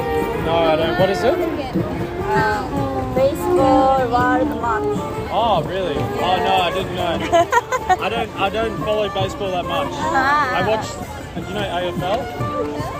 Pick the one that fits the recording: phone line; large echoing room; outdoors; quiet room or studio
outdoors